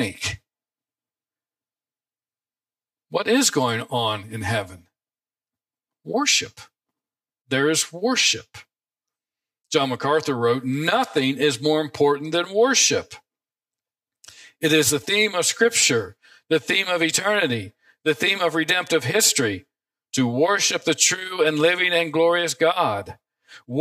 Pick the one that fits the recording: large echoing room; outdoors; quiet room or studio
large echoing room